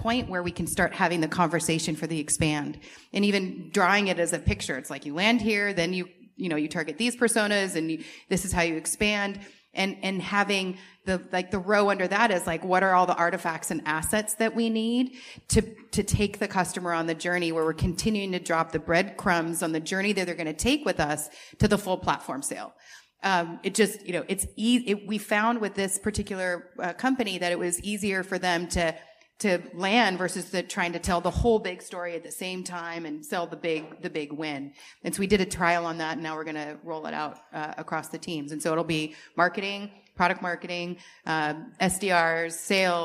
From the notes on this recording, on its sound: live from #PavilionCMOSummit2023